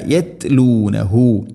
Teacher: യത് തഅ്നെ ഖൽഖല ചെയ്യരുത്